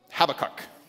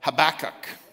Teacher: But the actual pronunciation actually is a little stronger. The emphasis is on the ba. · Shown in: second take